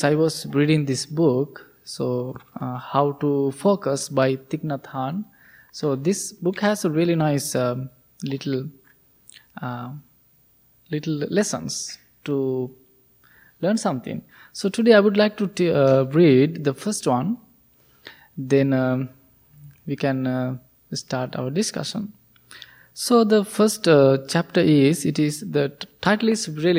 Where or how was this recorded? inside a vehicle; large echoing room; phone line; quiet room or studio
large echoing room